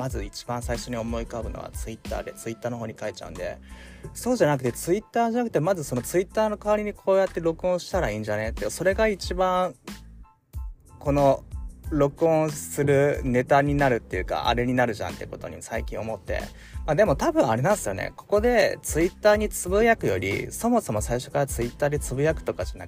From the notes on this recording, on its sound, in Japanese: 仕事でミスり上司に叱られた直後に社用車の中からスマホ直取りでテンション下げ下げのまま録音しました。